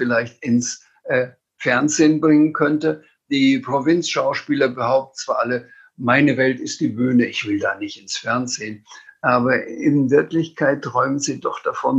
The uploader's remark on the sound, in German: Aus Gründen der Corona-Pandemie konnte der Abend leider nur als Zoom-Konferenz stattfinden. Das Publikum und auch die Gesprächspartner waren lediglich über das Internet miteinander verbunden.